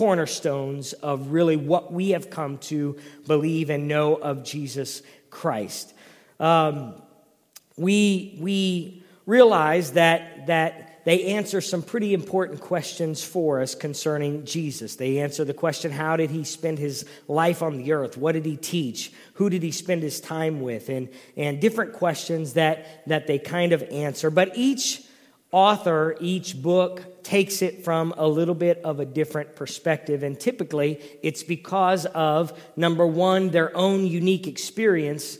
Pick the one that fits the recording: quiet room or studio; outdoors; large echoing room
large echoing room